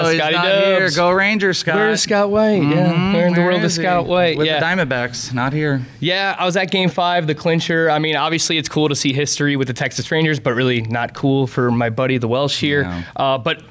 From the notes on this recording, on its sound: We're podcasting LIVE from First Pitch Arizona!